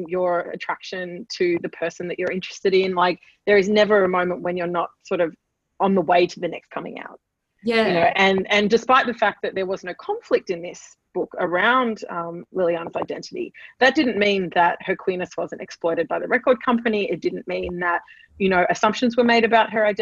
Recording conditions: video call